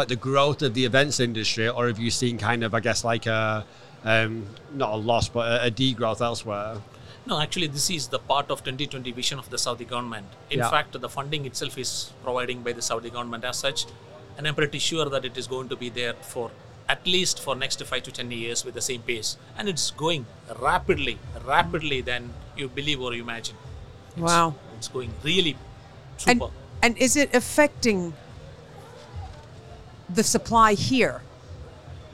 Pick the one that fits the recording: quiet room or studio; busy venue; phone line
busy venue